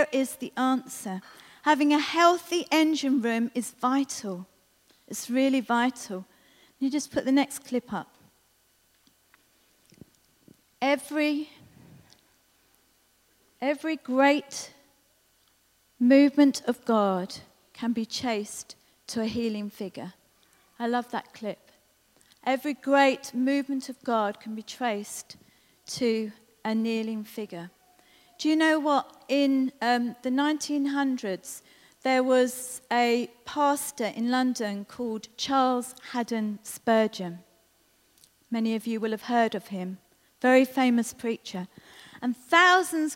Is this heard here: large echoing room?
yes